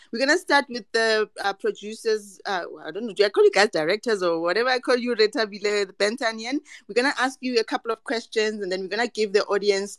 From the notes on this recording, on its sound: This is a recording of a live conversation I hosted on Twitter Spaces